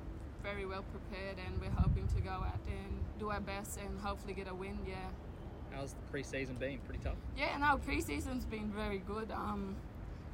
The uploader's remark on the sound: Liberty A-League Season Launch | Press Conference